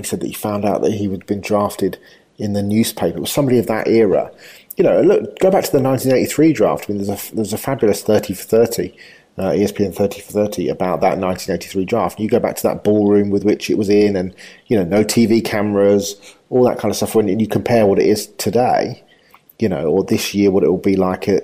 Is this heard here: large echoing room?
no